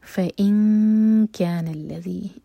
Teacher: فَإِن كَانَ الَّذِي، ایمٹی نون کے بعد کیف تو کیف کے لیے اخفا، نون کی آواز کو چھپائیں گے اور کیف کے لیے زبان تیار کریں گے